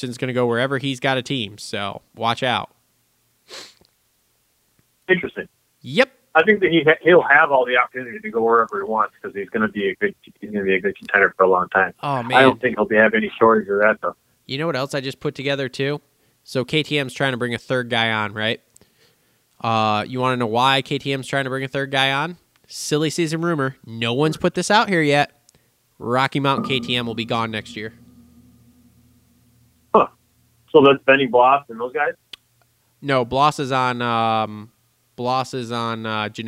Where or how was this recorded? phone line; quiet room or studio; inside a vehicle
phone line